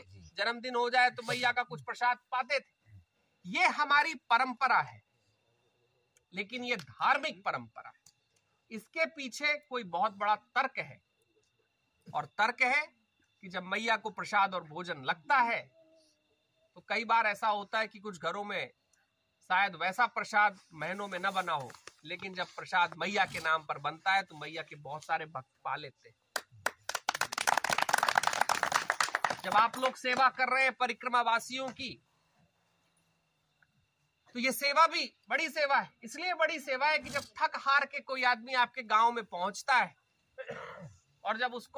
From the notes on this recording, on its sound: Discourse in Sukla teertha. While walking the 3000 kilometres of the Narmada Parikrama, from the biggest towns to the smallest villages.